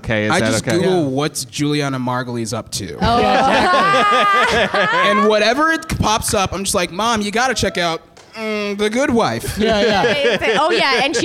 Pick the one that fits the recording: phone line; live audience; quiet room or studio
live audience